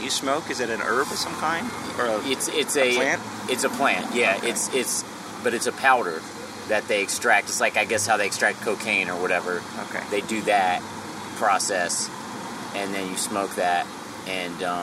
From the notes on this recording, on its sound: Meet up for a conversation outside of a coffee shop.